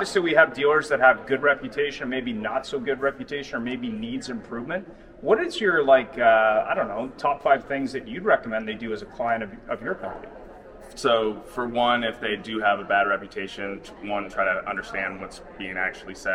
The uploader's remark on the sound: at the Driving Sales Conference in 2022, live.